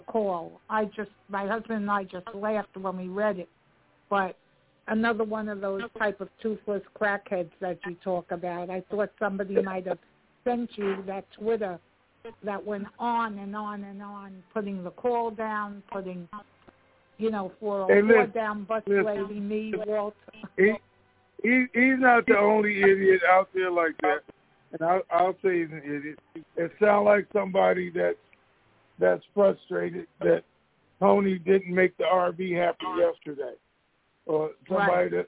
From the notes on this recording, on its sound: Conference Call